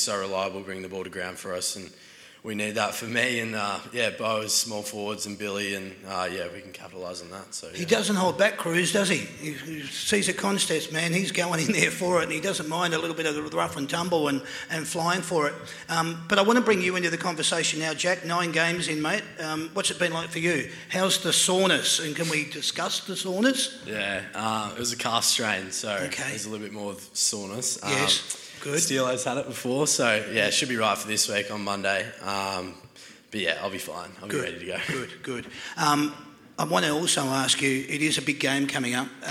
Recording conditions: live audience